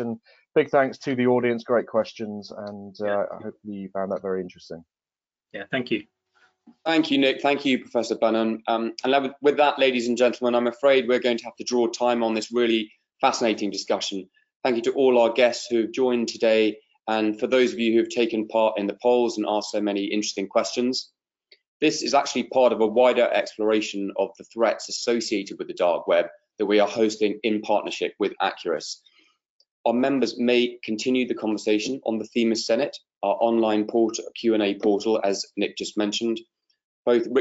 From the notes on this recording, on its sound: a recording of a recent webinar we held in partnership with Acuris Risk Intelligence and the Capital Club Dubai